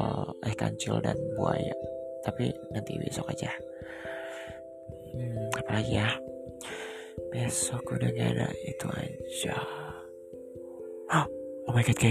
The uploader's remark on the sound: sorry for those noises:(